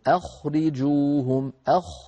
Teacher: نرقق الهمزة ونفخم الخاء لأن الهمزة مرققة والخاء مفخمة، فلا نقول أخرجوهم، أخ الهمزة لا تفخم البتة.